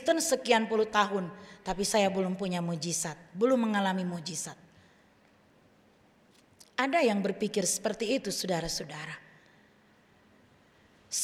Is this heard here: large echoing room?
yes